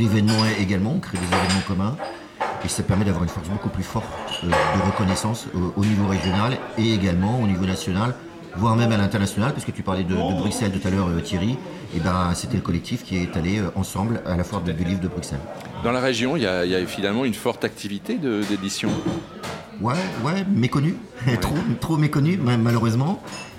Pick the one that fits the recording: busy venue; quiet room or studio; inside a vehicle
busy venue